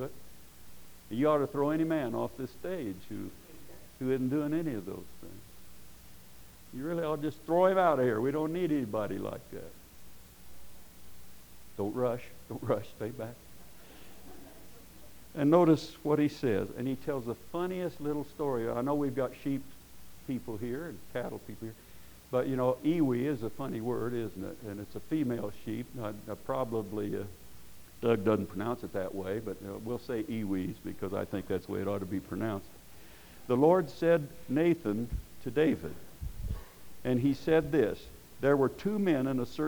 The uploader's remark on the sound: Preached at Paradise Valley Christian Church